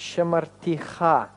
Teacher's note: Первый камец будет редуцироваться до шева.